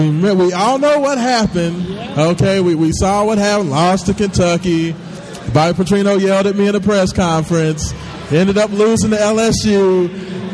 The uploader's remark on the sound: SSA Grand Opening Live Remote. Broadcast live from the grand opening of …'s Super Student Athlete Life Center.